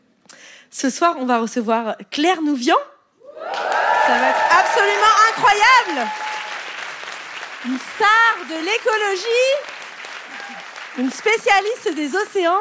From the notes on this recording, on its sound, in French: Captation réalisée au théâtre de l'Européen.